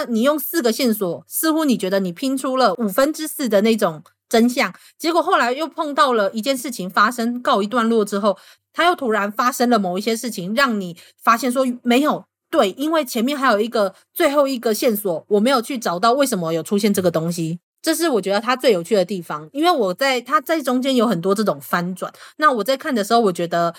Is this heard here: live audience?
no